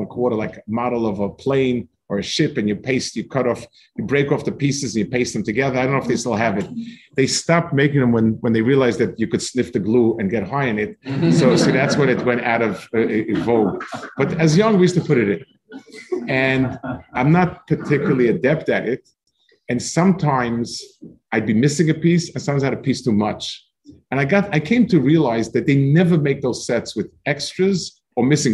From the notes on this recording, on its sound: This shiur take place over Zoom on Motzei Shabbos.